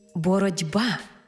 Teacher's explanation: бо дзвінкий приголосний «б» вплинув на попередній глухий «т» і зробив його дзвінким «д». Іншими словами, глухий «т» уподібнився під впливом дзвінкого «б» до «д». · Term: уподібнення